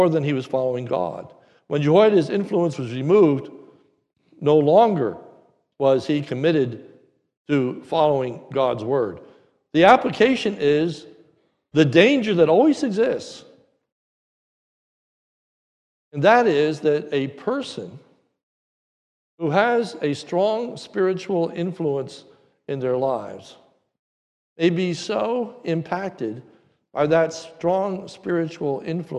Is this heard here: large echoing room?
yes